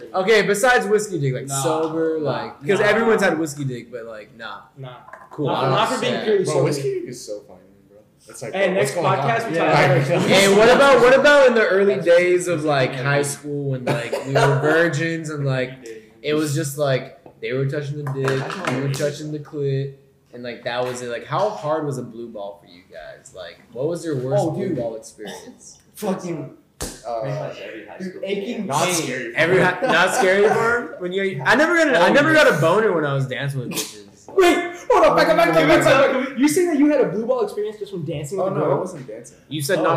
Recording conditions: poor sound quality